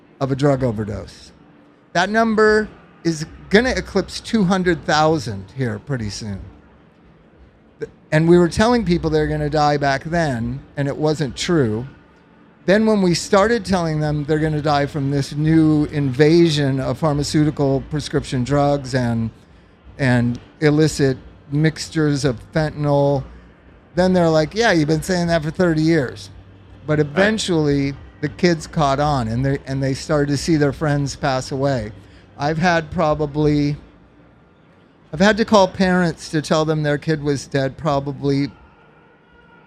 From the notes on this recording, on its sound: Live from OhanaFest.